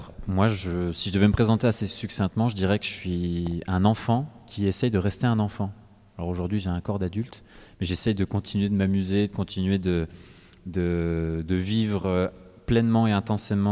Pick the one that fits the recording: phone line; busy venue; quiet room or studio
busy venue